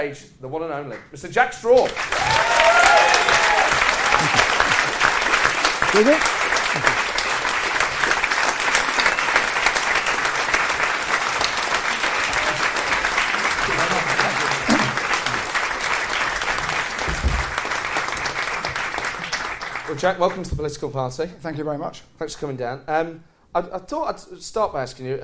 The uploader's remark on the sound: Recorded live at St James Theatre.